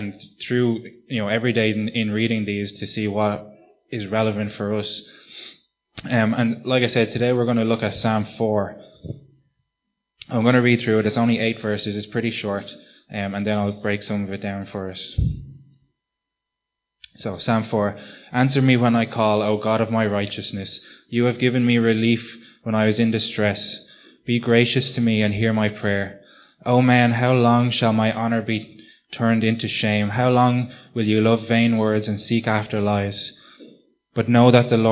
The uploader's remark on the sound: Recorded live at Liberty Church on 24th March 2019